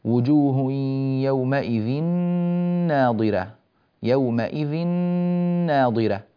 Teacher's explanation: أتينا بتنوين وبعده نون تتلوه يعني، فأدغمنا نون التنوين في النون التالية وصار النطق بنون واحدة مشددة · Term: إدغام